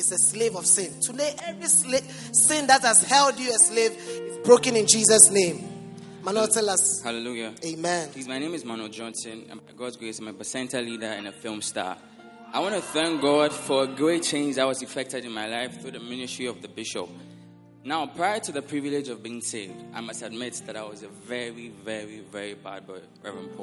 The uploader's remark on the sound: Preached at the Salvation Sunday Service.